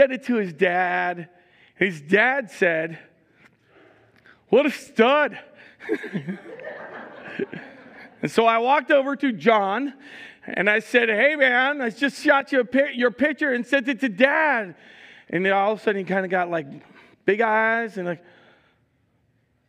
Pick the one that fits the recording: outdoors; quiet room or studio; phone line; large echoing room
large echoing room